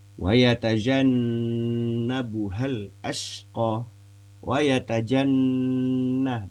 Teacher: Di sini nun tasdid ya. Nun tasdid itu hukumnya adalah gunnah, mendengung.